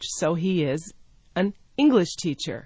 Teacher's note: with the stress on the word English